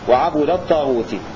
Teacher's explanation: هكذا يقرأ حمزة ضم الباء وكسر التاء